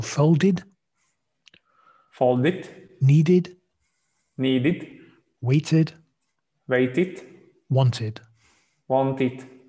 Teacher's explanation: you can make that id sound quite strong if you want at the end